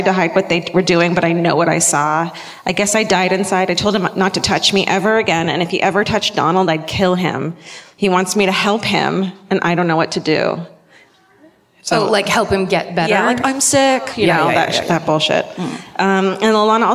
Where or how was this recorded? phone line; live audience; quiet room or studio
live audience